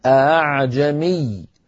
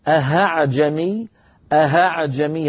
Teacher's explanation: الهمزة الأولى محققة والثانية همزة ليست شديدة، ليس فيها قفل للمخرج · Shown in: first take · Term: تسهيل الهمزة الثانية